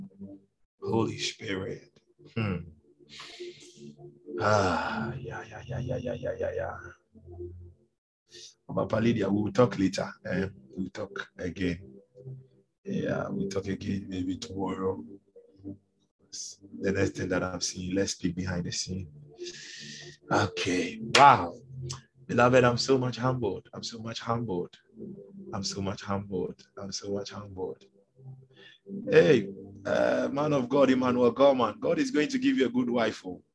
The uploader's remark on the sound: Refill (Zoom meeting).